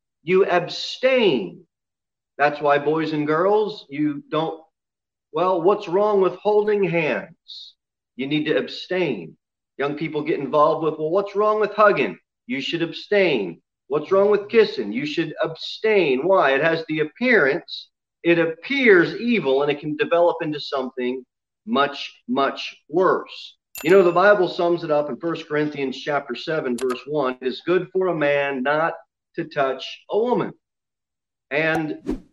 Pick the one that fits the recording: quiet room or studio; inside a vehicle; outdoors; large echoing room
large echoing room